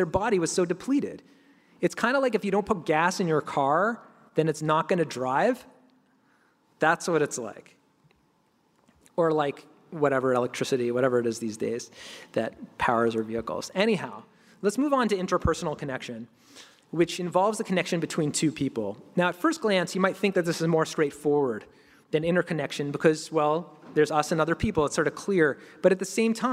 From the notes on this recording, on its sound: This lecture was delivered at the 16th annual National Jewish Retreat.